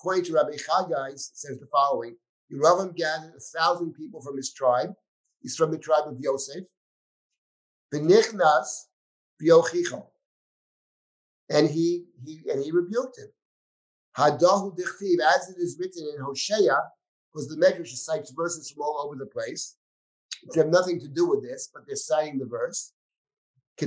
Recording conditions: video call